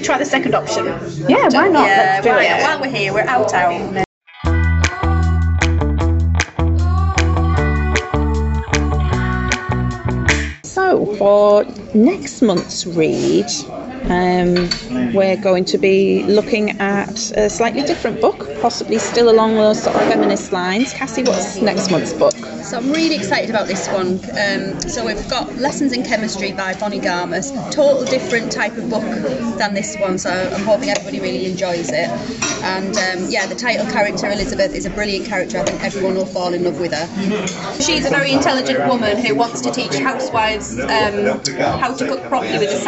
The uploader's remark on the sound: Kindly hosted by Sortie Charcuterie and Bar, Darlington.